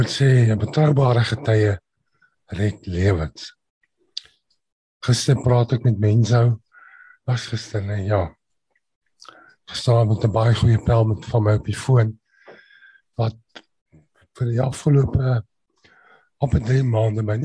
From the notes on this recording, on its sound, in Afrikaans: Manne van die Woord Zoom Byeenkoms 15 Maart 2022